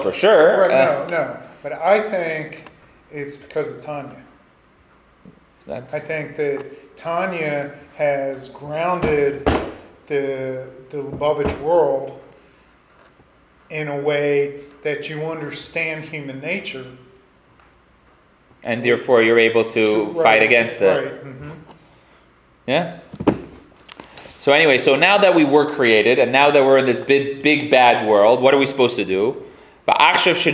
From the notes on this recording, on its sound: Recorded live at The Torah Center ATL